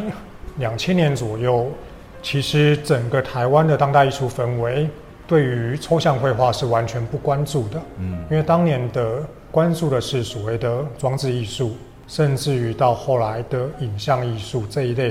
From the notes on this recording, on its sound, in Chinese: 本次的錄音，是到嘉義市立美術館專訪舉辦展覽的藝術家